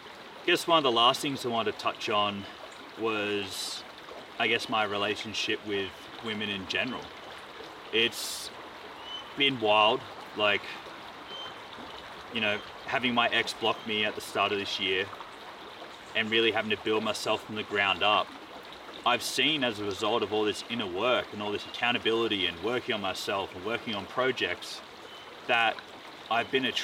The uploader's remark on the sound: Travelled to the Dandenong Ranges in Victoria and recorded out in nature.